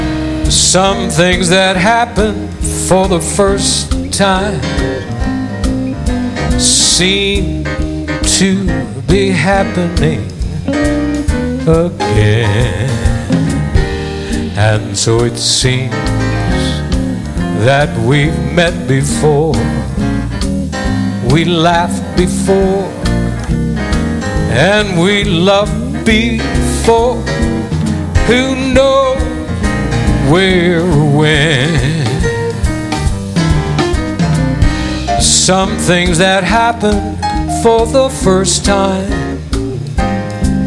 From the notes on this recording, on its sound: Live at the South Point Casino